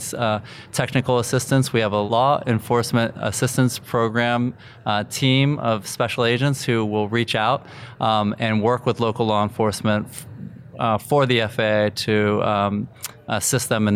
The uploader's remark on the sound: Live from the 2019 FAA UAS Symposium